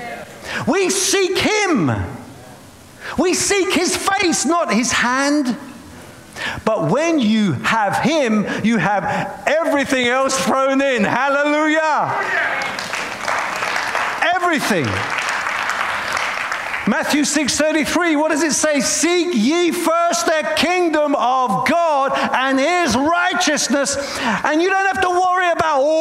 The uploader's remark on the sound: preaching at a Church in Boston.